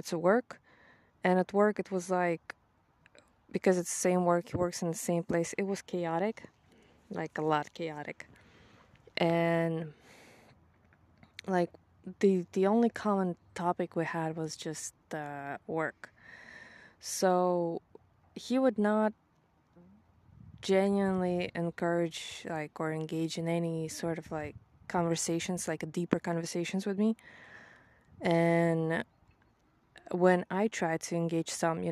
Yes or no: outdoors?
yes